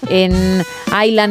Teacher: En Island no pronuncian la S.